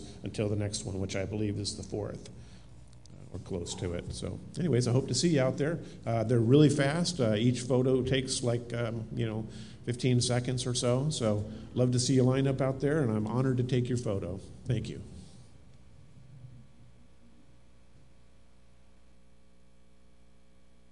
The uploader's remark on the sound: Live Worship Service